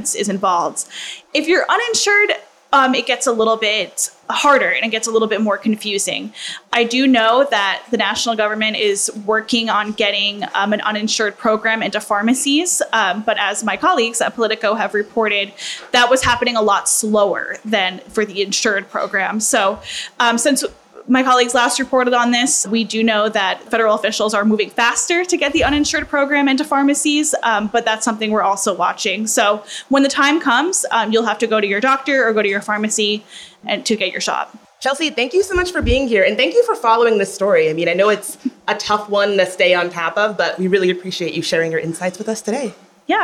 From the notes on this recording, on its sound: Joins us at our live taping at Sonny’s Pizza.